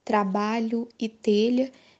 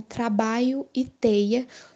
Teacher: Essa troca dos sons realmente acontece na hora de pronunciar palavras com o som LH, como trabalho e telha, em que essas palavras passam a ser pronunciadas como trabalho e teia, trocando aí o som do LH pelo som do I · Shown in: second take